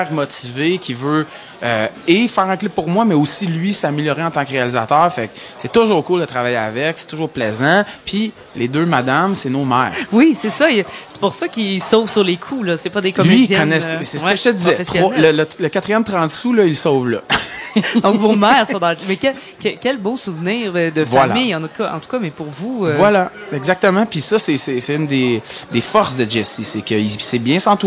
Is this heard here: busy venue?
yes